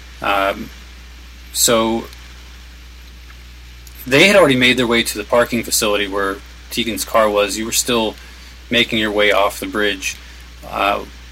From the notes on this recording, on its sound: Live from Occupy Wall St. Zuccotti Park.